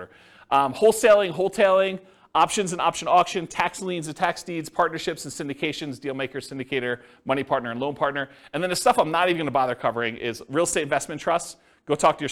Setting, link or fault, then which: setting, live audience